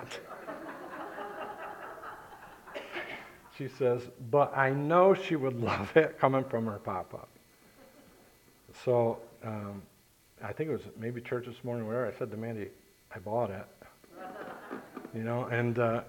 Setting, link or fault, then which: setting, large echoing room